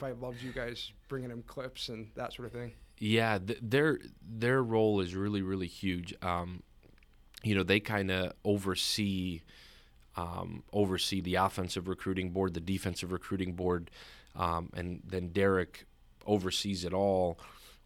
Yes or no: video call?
no